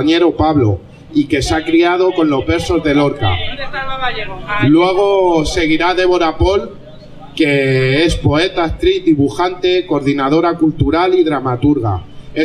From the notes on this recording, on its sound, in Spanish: VI Homenaje, en la Plaza de Santa Ana (Madrid). Audio: del vídeo.